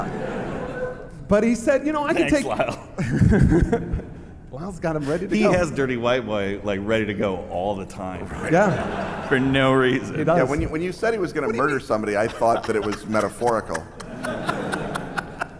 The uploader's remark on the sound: Live in Providence!